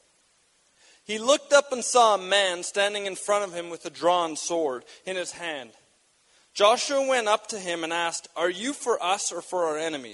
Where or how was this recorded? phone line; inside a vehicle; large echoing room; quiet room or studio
large echoing room